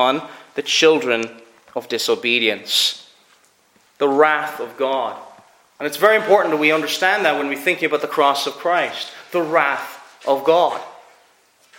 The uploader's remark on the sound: Preached at Ayr FCC's Communion.